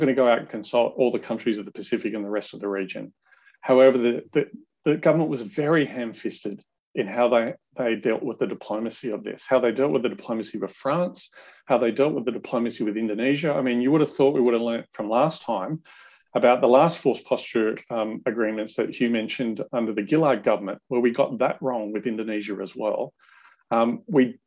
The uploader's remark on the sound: During this Webinar. Our distinguished panel share their views.